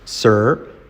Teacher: Con la R que se come la U.